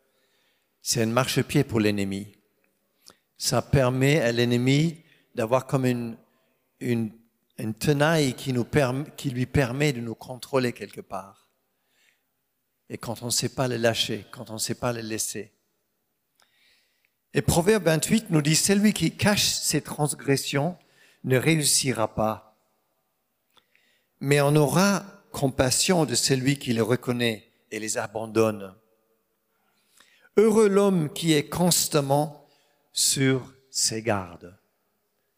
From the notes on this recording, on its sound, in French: Enregistré à l'église CVV, le 31/07/2022